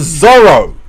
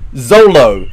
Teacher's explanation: It is not Urushibara Luka, it is Urushibara Ruka. It is a rolling R, not an L.